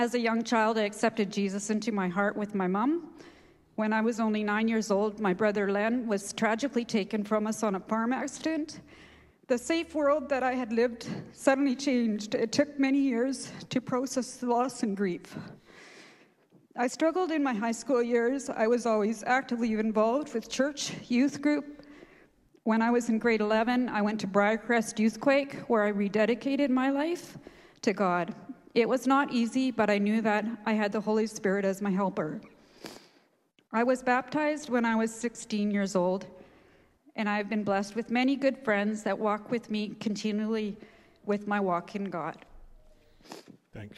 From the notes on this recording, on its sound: This is a live recording from our Sunday March 6th Service.